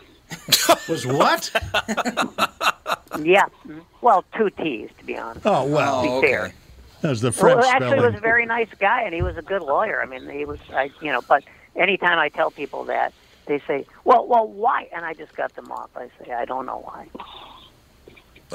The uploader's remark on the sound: A very unusual and up lifting episode guided by many callers who phone in to discuss their struggles with alcoholism.